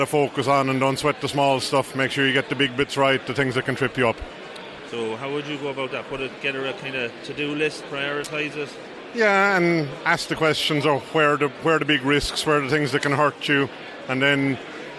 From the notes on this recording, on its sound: I recorded this show during the PMI Ireland National Conference at the Aviva Stadium. This was an action packed conference with a great selection of speakers and over 350 attendees.